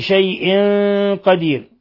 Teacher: تنوين كسر جاء بعده القاف، إخفاء حقيقي. ثم لا يخفى ترقيق الراء حين حالة الوقف عليها، قدير، وأيضا فيها 3 العارض للسكون.